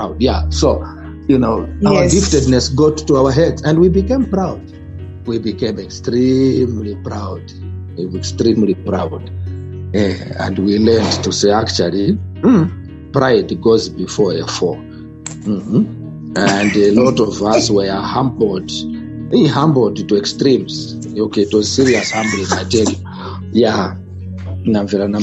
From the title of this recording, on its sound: youth zoom meeting